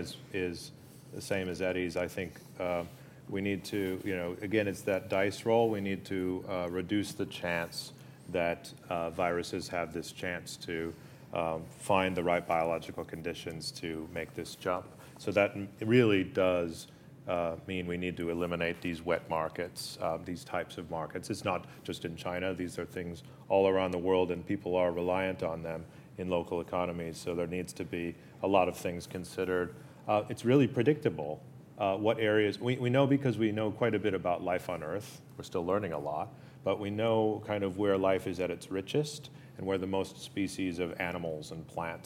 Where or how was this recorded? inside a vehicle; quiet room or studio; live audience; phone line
live audience